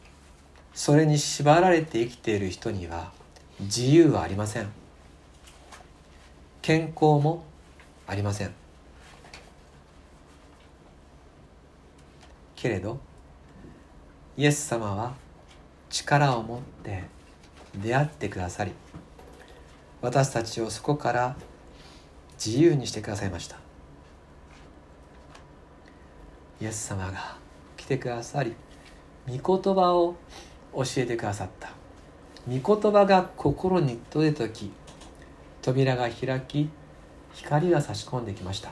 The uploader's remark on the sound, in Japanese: 吉備教会礼拝メッセージ録音です。